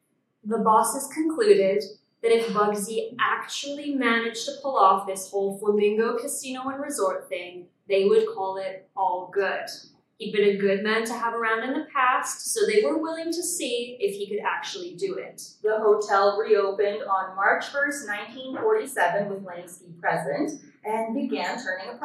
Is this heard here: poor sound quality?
yes